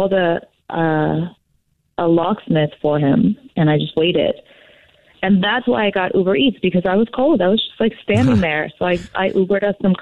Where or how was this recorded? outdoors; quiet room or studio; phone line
phone line